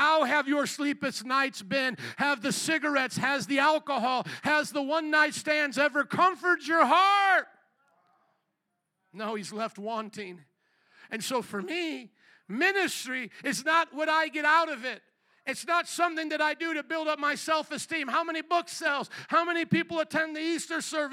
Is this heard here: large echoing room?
yes